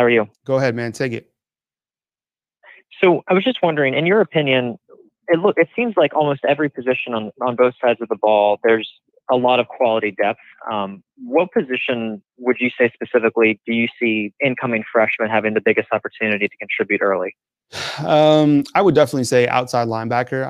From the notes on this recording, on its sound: Call-in show. Takes your live calls.